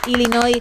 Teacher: Así que sin pronunciar la S final, Illinois